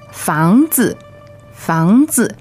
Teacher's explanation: 房子,房子, second tone and neutral tone